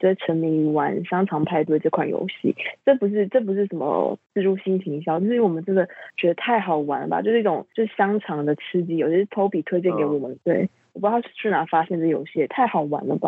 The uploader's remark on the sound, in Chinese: 麻辣DoReMi首次嘗試遠距錄音。所以音質會有點跟往常不太一樣 有點像在跟朋友講電話的感覺～～ 下集之後就會回歸正常！